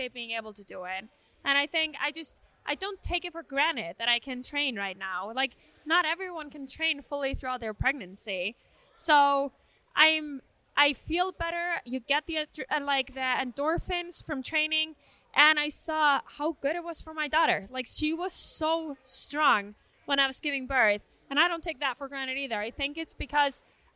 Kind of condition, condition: setting, busy venue